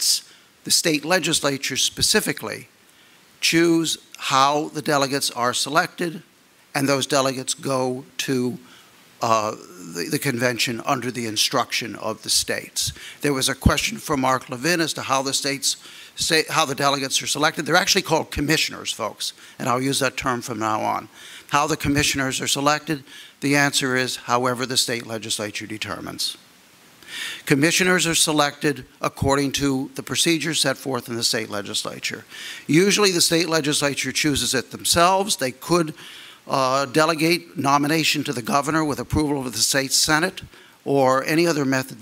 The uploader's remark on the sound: addresses an audience of state legislators